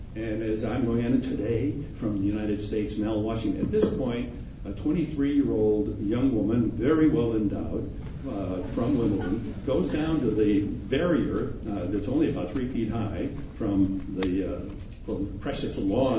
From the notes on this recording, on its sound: A clip from the Axthelm Lecture. In the Marquette University Alumni Memorial Union.